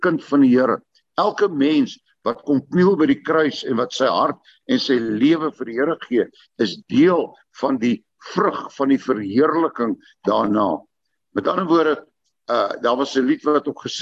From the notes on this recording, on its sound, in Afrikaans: Manne van die Woord se Zoom Byeenkoms 31 Maar 2022